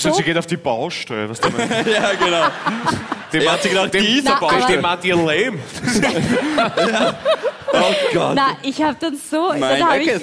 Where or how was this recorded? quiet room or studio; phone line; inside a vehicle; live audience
live audience